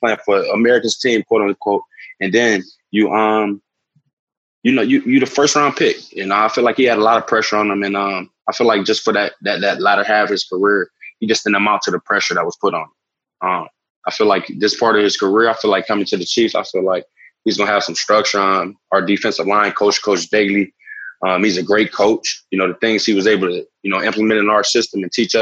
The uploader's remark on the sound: Hear the Zoom conference calls